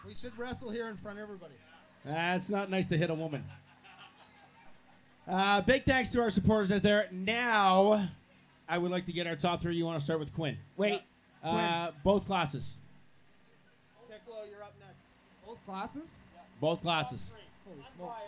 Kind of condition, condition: setting, busy venue